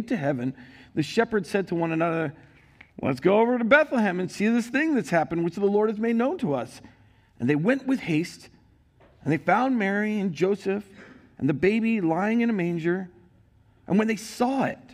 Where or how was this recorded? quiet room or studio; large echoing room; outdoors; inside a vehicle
large echoing room